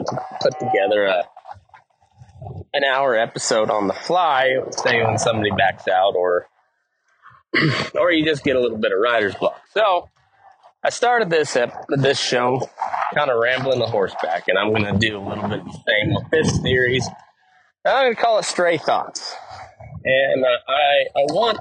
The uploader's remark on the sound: Pardon the audio quality, its been a while since I've recorded on horseback!